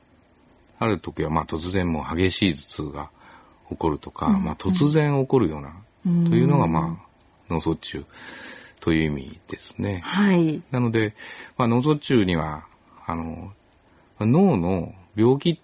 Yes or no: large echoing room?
no